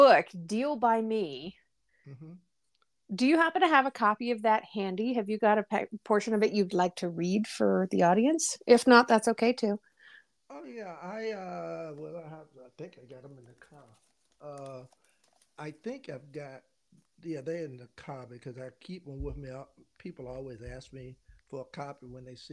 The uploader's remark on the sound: The audio is unusually quiet for unknown and unexplained reasons.